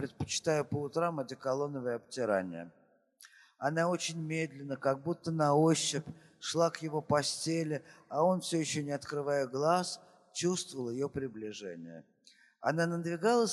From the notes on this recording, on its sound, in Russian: Фестиваль «Слова и музыка Свободы». Общение с публикой, ответы на вопросы.